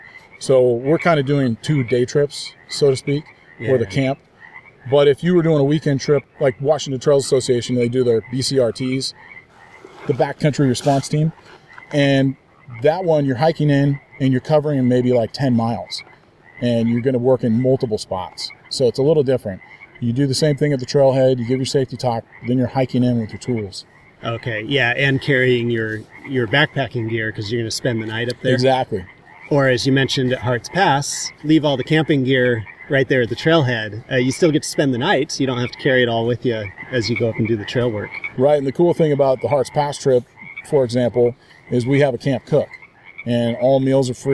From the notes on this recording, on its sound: Today on the First 40 Miles, we’re on site at Heather Lake in Washington State